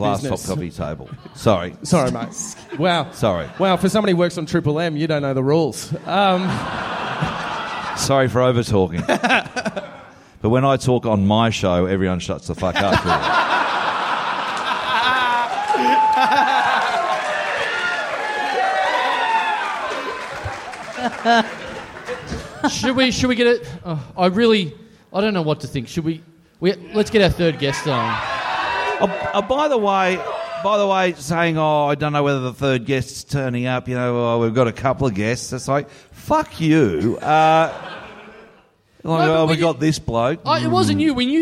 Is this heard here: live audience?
yes